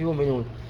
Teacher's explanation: وكما نعلم أن الإبدال يكون من جنس حركة الحرف الذي قبلها، فبما أن الهمزة هنا ساكنة وقبلها مضموم فإنها تبدل واوا فيقف يؤمنون.